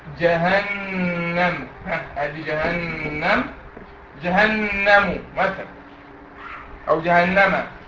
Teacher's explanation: جهنم هي النون عليها شده فحكمها غنه، الميم مش عليها شده فما لهاش حكم غنه